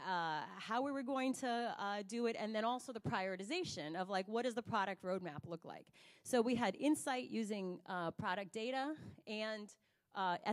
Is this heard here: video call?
no